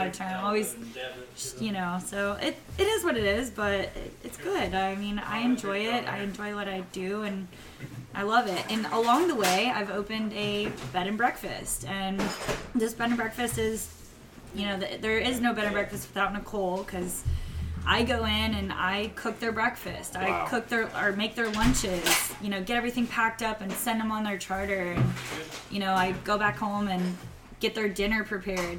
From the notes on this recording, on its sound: Live in Venice, Louisiana. At a media event in Venice, Louisiana.